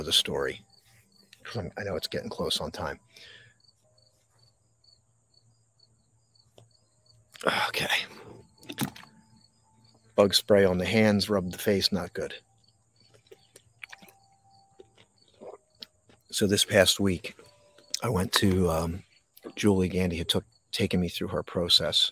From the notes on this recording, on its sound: This Episode originally streamed live on location at Wissahickon Valley Park. The audio from this podcast was taken directly from this live stream.